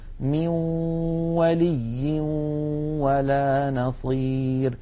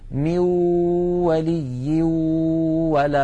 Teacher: هنا يا إخوتي عند الإدغام بغنة يخرج صوتان في آن واحد، واو من الشفتين في المثال الذي معنا، وغنة من الخيشوم · Shown in: first take · مجموع هذين الصوتين يشكل النون المدغمة في الواو.